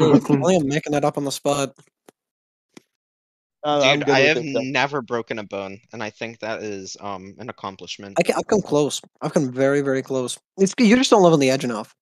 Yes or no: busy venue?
no